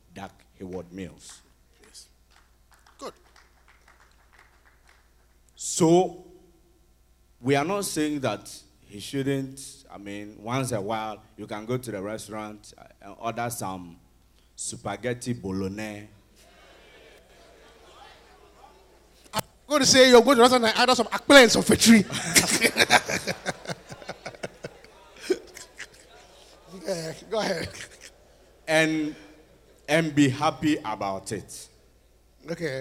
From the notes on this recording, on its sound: North American DaniePaul Conference was held 9-12 Nov 2022 in Las Vegas, NV.